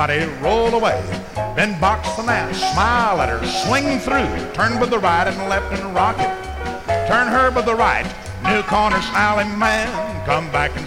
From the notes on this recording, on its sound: 1964 Blue Star Jubiliee in Houston, Texas. 1964 Blue Star Jubilee Square Dance held in the Sam Houston Auditorium.